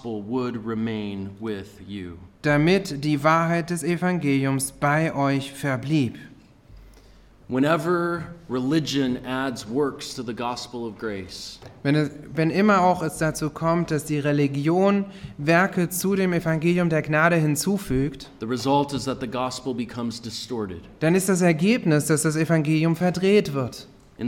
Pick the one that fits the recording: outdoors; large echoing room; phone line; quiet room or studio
large echoing room